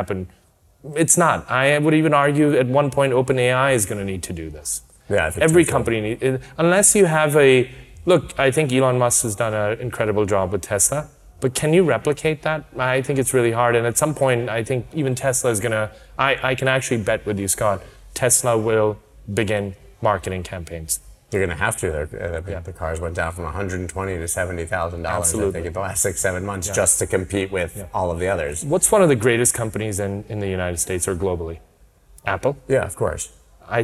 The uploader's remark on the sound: Live From Formula 1. Live from Formula1 Singapore.